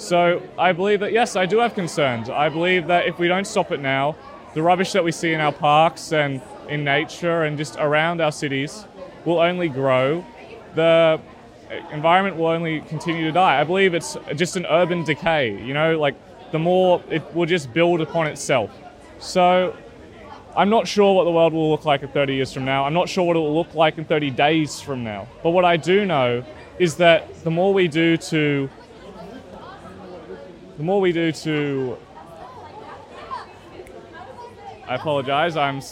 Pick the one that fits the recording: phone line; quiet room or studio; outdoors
outdoors